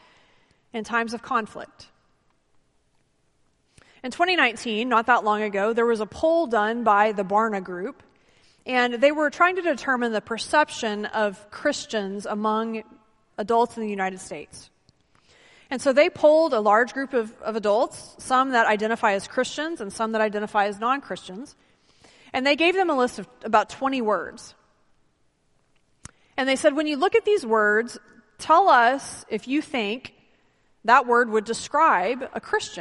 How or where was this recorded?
large echoing room